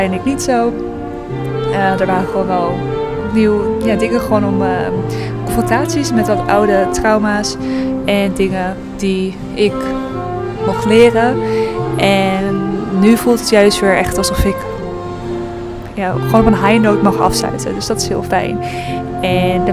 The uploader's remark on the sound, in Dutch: Woordenstroom vanuit de jazzbar. Een spontane en ietwat chaotische woordenstroom. Live vanuit een jazzbar in Jakarta.